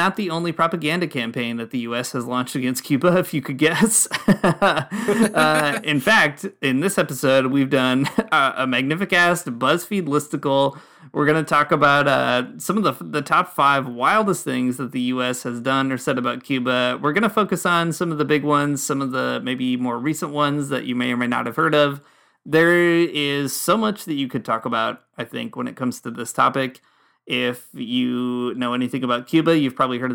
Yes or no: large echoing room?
no